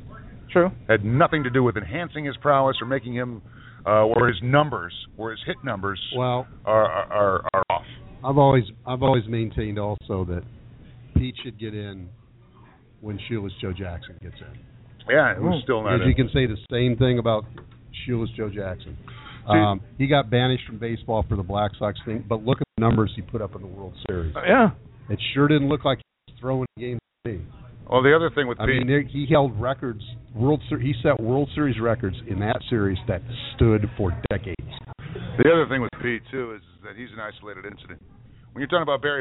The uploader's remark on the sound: Live from Wrigley Field Bar and Grill